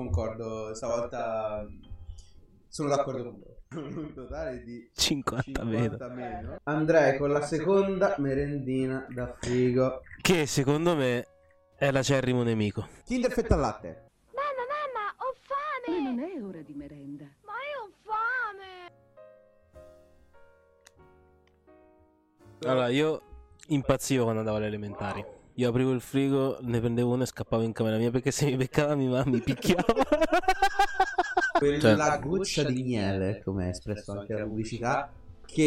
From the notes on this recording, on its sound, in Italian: Scusate per l'audio inascoltabile, errore molto poco professionale.